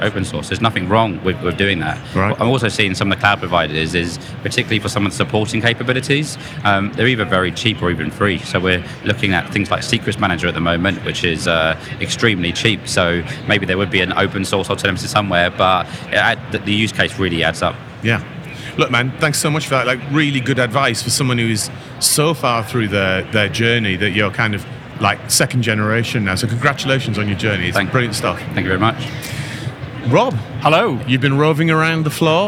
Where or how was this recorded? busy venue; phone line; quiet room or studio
busy venue